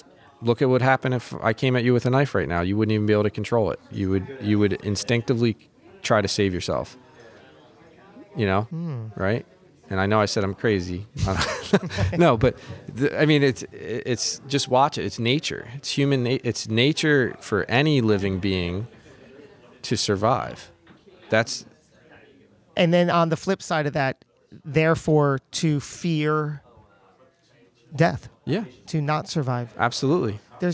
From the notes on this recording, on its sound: This episode was recorded live at PodMAX.